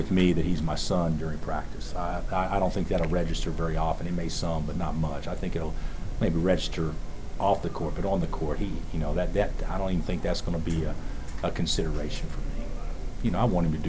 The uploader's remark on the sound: Press Conferences & Post-Game Interviews